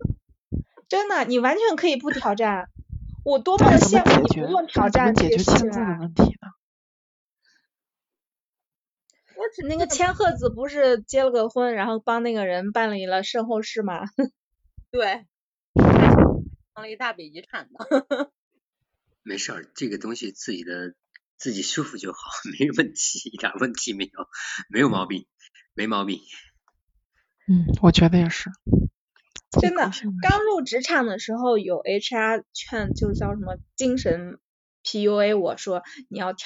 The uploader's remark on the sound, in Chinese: 也是第一次远程录音。有一些不稳定的连线问题和喷麦爆音，我修了一下但是好转有限。